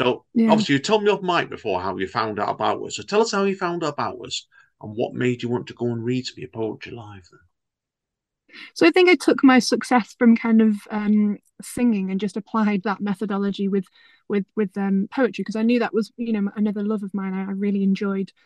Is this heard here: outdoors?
no